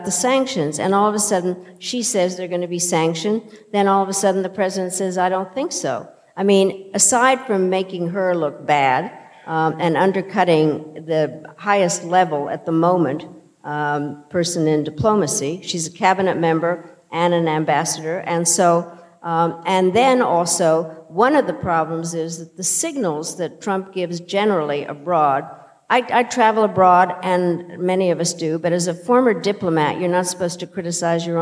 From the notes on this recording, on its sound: In a conversation on stage at Sixth & I